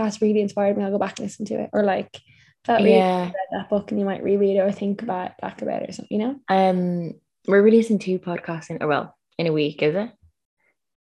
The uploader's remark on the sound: Our second long distance zoom podcast (still not the vibe). In this weeks episode from RAINY Bali.